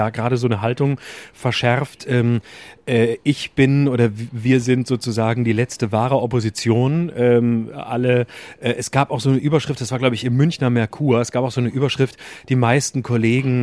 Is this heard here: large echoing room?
no